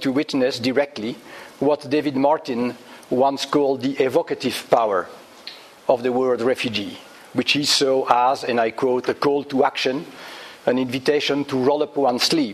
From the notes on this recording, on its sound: Public Seminar Series, Hilary term 2014. Recorded on 12 February 2014 at the Oxford Department of International Development, University of Oxford.